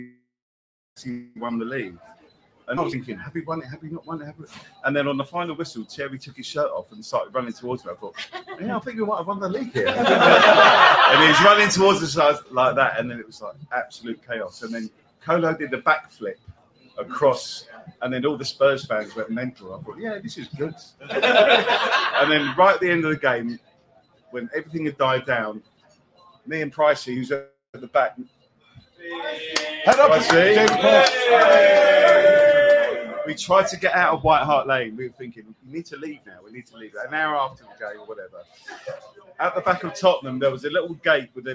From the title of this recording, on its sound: LIVE FROM BALTIMORE